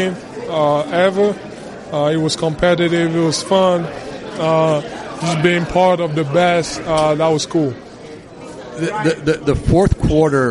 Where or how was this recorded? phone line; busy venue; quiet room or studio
busy venue